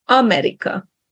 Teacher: So stress on the first syllable, on the A, America.